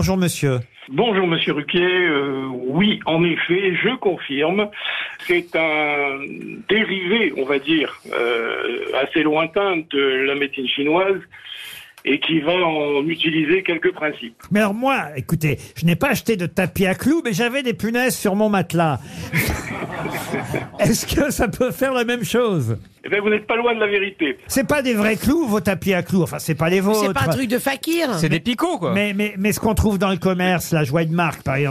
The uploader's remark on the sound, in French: était au téléphone des Grosses Têtes